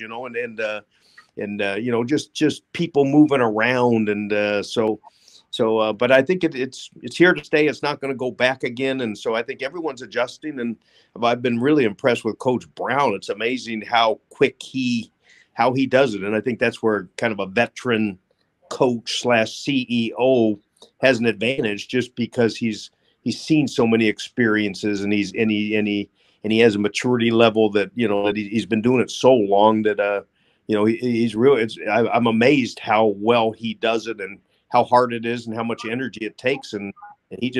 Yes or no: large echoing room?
no